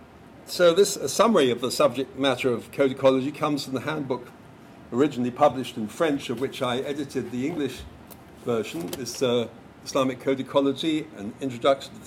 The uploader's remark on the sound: Lecture at George Mason University. Hosted by the Ali Vural Ak Center for Global Islamic Studies.